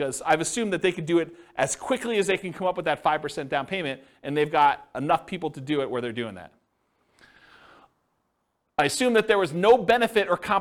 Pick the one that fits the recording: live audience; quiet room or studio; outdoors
live audience